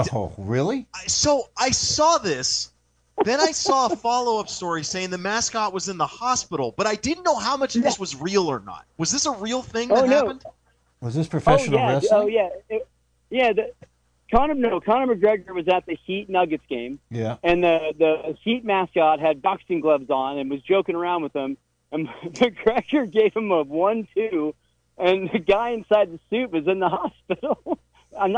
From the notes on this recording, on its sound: an hour of community call ins